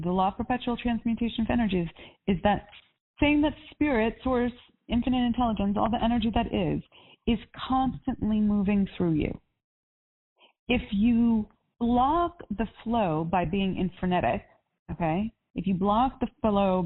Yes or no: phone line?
yes